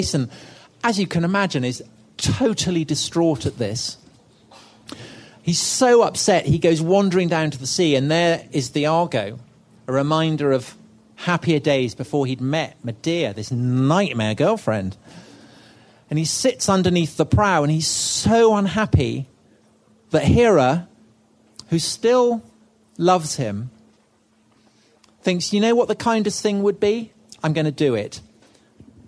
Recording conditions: live audience